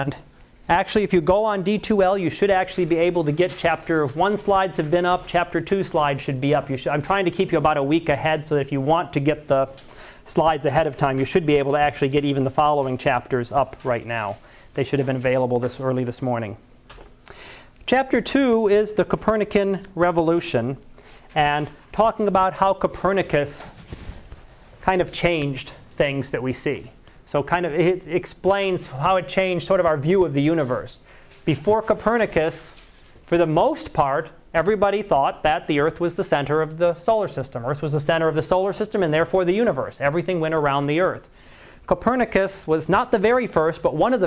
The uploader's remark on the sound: Live Class Lecture